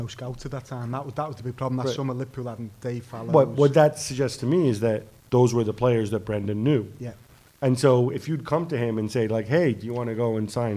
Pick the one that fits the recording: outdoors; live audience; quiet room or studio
live audience